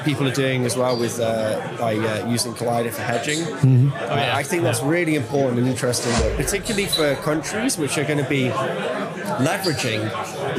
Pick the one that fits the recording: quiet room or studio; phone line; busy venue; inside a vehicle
busy venue